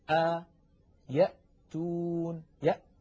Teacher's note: هكذا الهمزة تخرج من أقصى الحلق